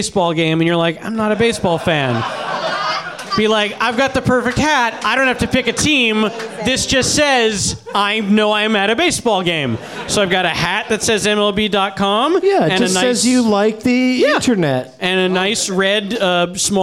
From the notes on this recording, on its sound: Live from the NerdMelt Showroom in Los Angeles